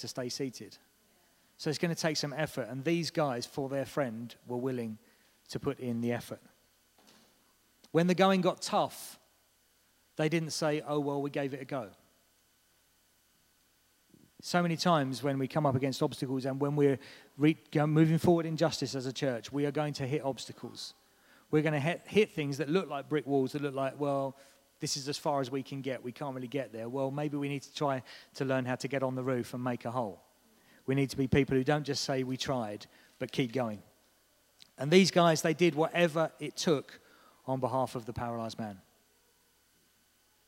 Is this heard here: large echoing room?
yes